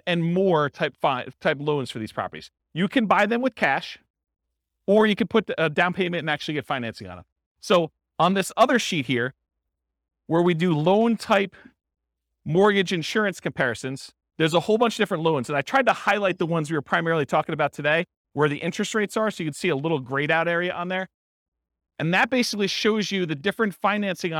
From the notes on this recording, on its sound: This was a live class recorded.